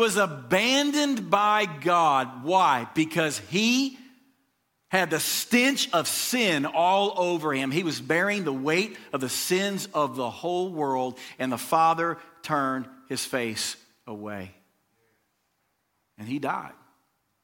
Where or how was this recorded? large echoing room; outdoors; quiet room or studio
large echoing room